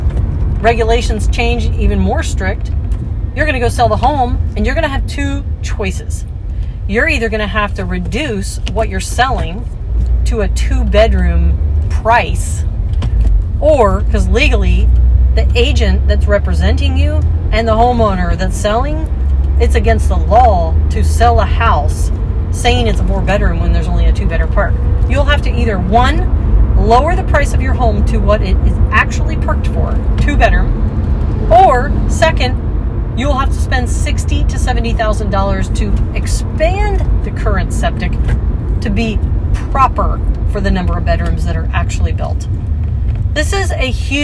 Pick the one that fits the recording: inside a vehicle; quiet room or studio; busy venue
inside a vehicle